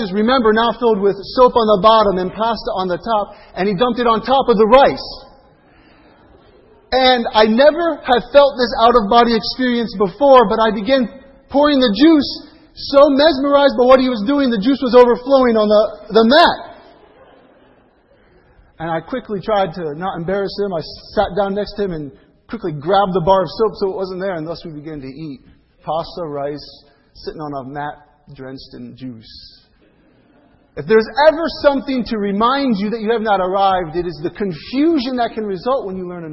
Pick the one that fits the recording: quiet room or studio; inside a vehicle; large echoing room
large echoing room